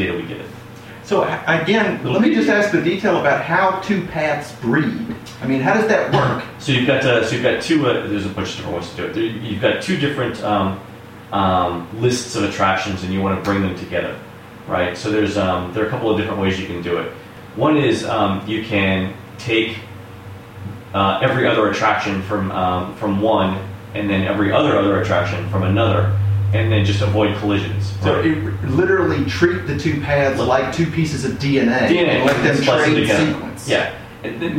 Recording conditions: echo